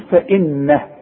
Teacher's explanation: فانه ده زوقفت، انا بعلمك ازاي تقف وازاي توصل وقف اضطراري، تقول فانه، لكن انت ملاحظ ان النون لازم تغن لان عليها الشدة